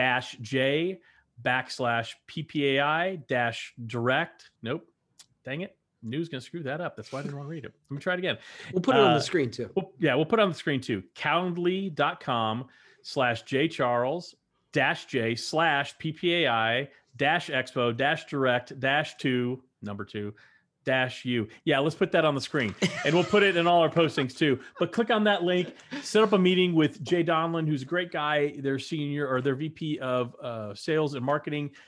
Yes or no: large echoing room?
no